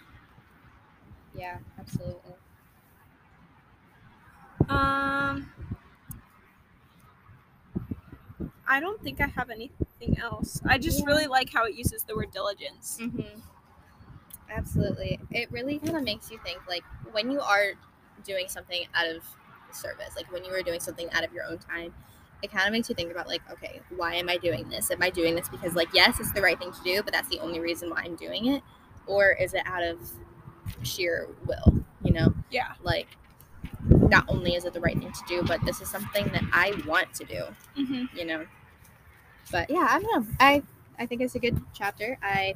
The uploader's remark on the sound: Cozy Convos in the Car.